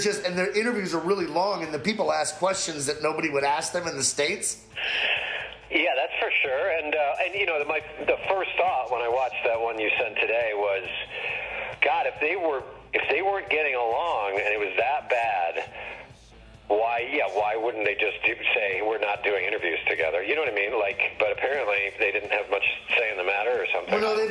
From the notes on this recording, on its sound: our longest phone call yet